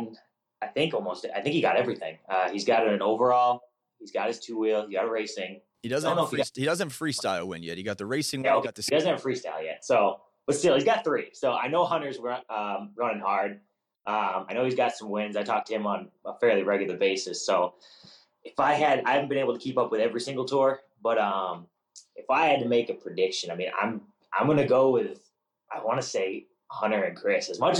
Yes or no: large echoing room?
no